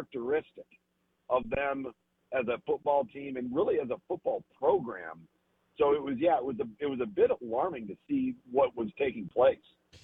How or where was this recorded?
phone line